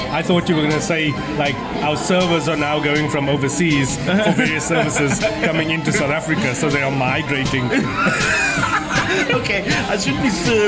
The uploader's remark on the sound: Back at Brownies&Downies during the lunchtime rush and try to spin the ambient noise as a podcast feature.